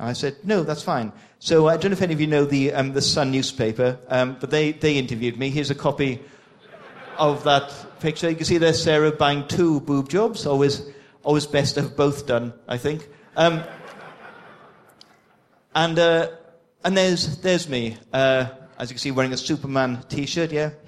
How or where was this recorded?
live audience